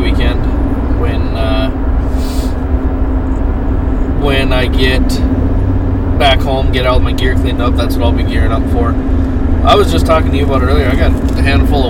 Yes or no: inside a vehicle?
yes